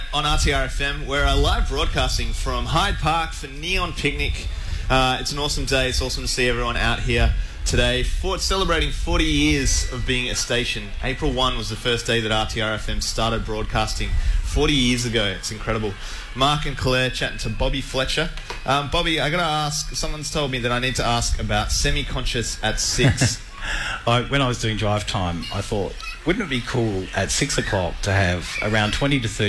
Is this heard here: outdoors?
yes